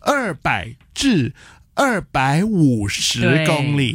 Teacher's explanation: 百和五字两个字呢，它是第三声，哦，所以这个时候呢，这个百字呢，又要变第二声